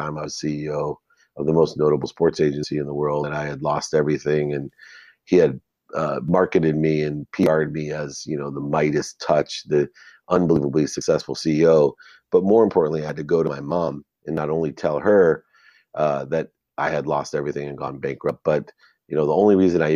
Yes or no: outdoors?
no